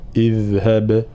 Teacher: قلقلت الباء وعدم قلقلت الذال · Term: القلقلة